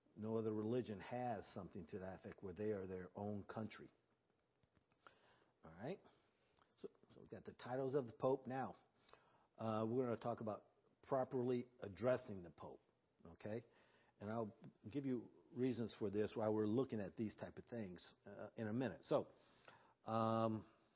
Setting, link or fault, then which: setting, large echoing room